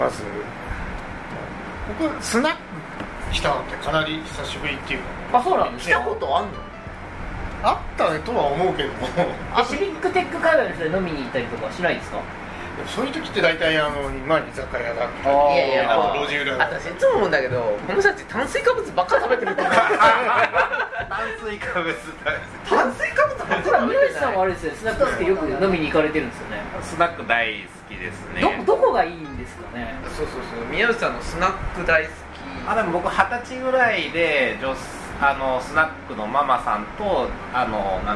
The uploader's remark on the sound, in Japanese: 名古屋のスナックにお邪魔しての収録第２弾です。